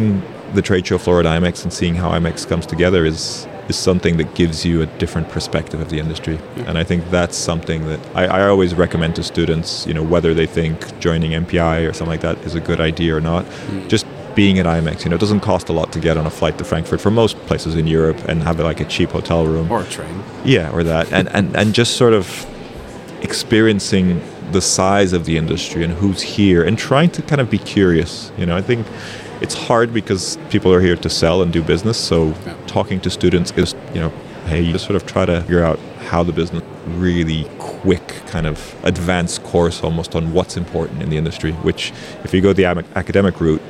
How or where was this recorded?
busy venue